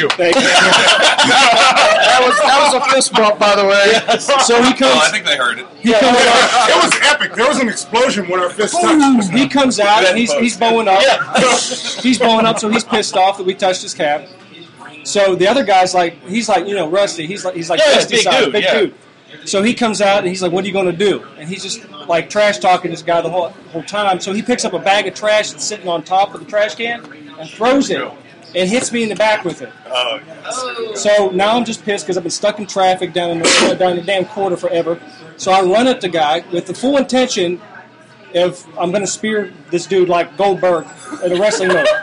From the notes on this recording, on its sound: This episode is fairly out of control, since it takes place in a bar. Recording live from the Naughty or Nice Christmas Show at the Twist of Lime.